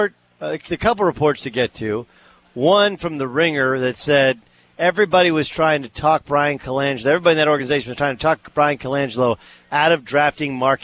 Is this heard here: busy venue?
yes